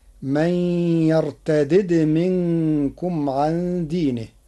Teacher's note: قرأ ورش كلمة من يرتد بفك الإدغام بدالين